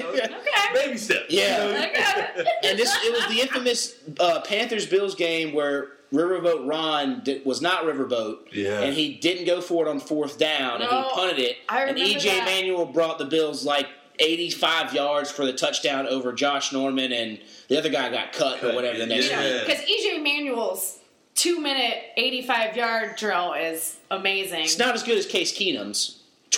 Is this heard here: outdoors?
no